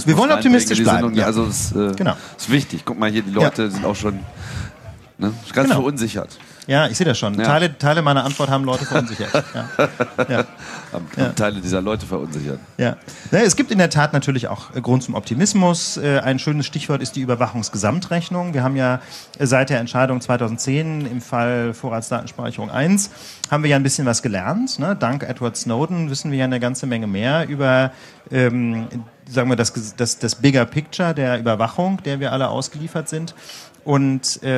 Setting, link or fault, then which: setting, live audience